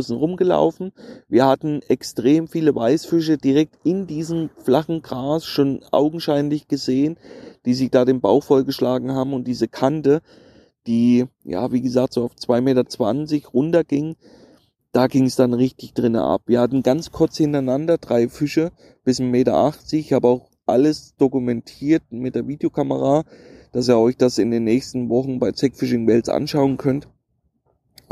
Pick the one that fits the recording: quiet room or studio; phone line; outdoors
outdoors